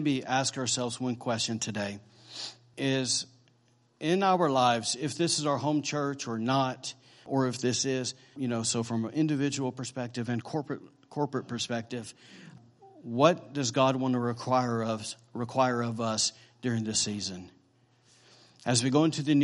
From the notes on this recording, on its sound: recorded on Sunday, December 31st, 2017, during morning service at Celebration Life Family Church.